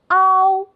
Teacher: 锁发音方法。在这个复韵母中，我们要先发啊的音，再快速滑向哦，连起来就是凹。注意。最后的口型要收拢变圆